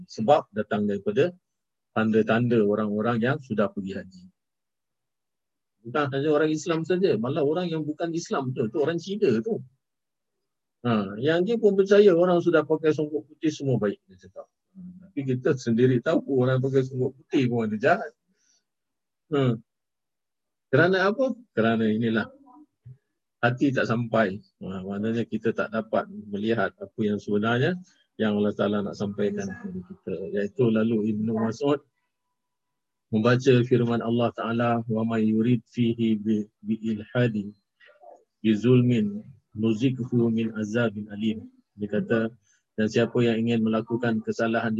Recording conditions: video call